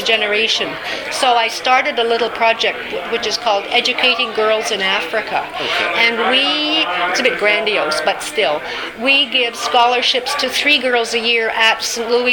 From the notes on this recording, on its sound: At the 50th Anniversary event at UBC. This podcast was recorded during CUSO-VSO's 50th Anniversary Kick-off celebrations in Vancouver, BC.